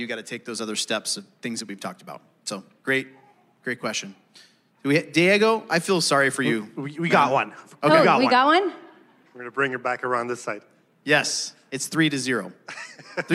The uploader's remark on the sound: Answer live audience questions during the Thrive Marriage Ministry gathering at Compass Bible Church.